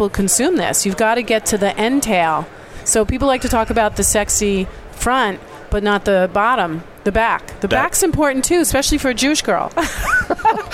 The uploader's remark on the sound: Day 3 Live at NAB show 2017! VoiceAmerica teams up with StoryTech and Host. To bring you all the digital thought leadership live from the NAB show 2017 Advanced Advertising Pavilion.